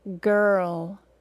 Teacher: with the schwa plus R, we just hear the R sound, R, and no distinct extra vowel sound. Listen to the word girl. · The schwa sound is an unstressed vowel sound in English. When schwa comes before an R, there becomes almost no vowel sound at all, and we only say and hear an R sound that takes a little longer than it would if it weren't after a vowel.